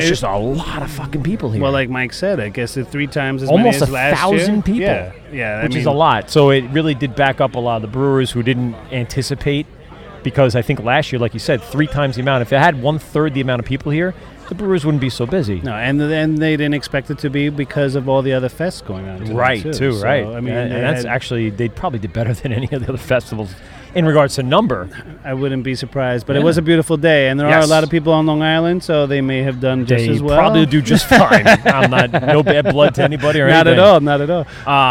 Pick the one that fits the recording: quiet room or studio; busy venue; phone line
busy venue